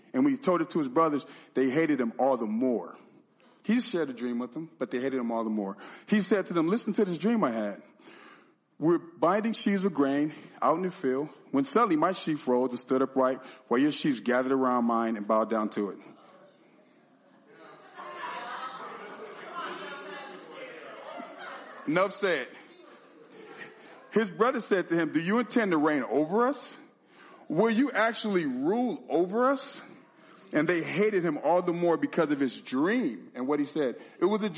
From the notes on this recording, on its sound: sermon and communion at our 2/18/2024 Sunday Service